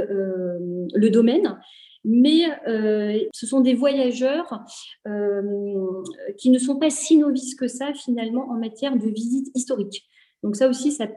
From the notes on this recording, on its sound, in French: Enregistré sur zoom le 20 avril 2021